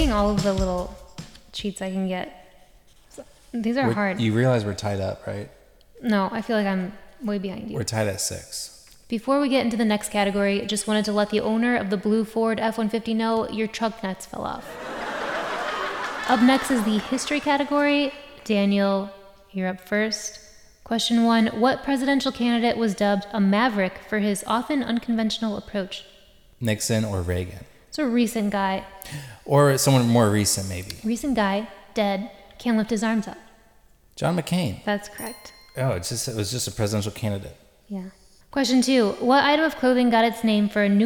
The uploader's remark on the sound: Live at Largo